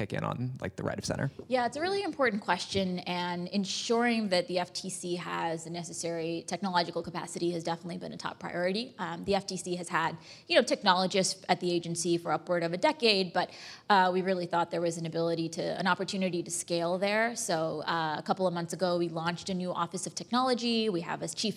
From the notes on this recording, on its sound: In front of a live audience at P&T Knitwear.